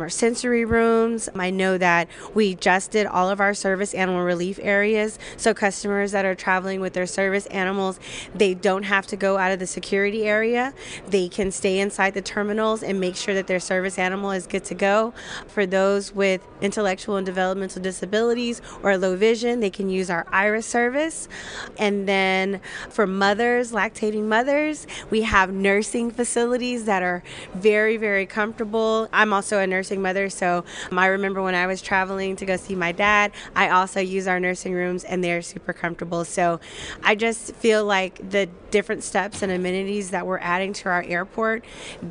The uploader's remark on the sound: Live at Symposium 2023